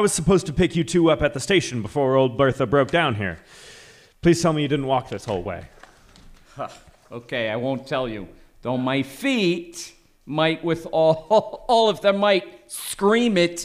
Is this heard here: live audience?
yes